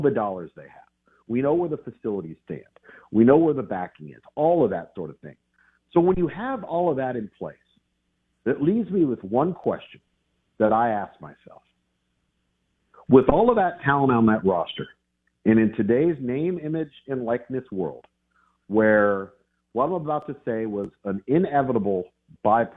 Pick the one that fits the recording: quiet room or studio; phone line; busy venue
phone line